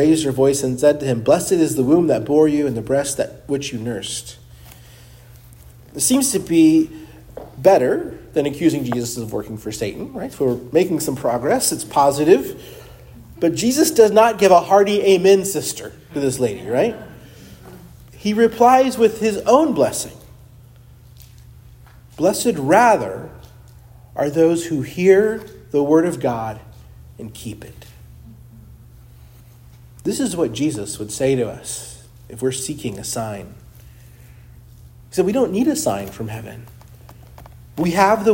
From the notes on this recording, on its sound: preached at Christ Our Savior Baptist Church